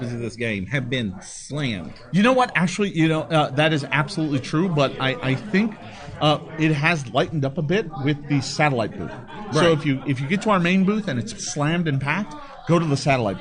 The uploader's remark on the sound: Audience-participation, Q&#38;A session. Gen Con 2019 – Pathfinder RPG Rules Q&A.